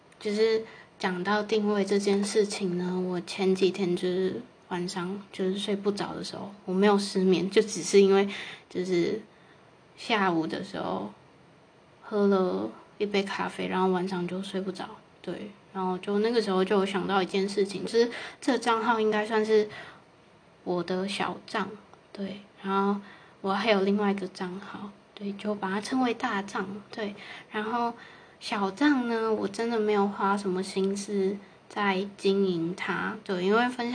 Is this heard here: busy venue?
no